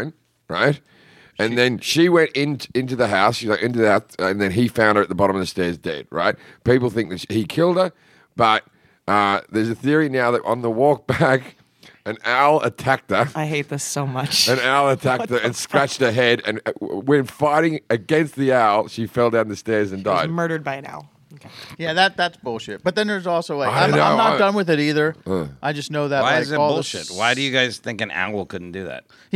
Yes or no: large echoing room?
no